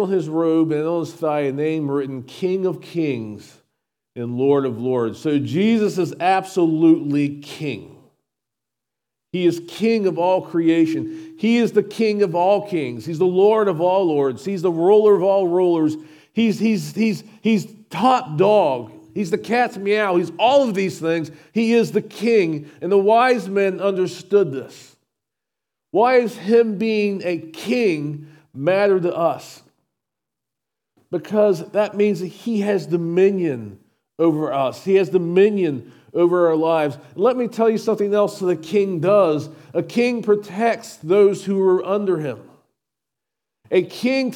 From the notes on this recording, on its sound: SVBC Morning Service. Recorded at Shenandoah Valley Baptist Church on Dec 24, 2023.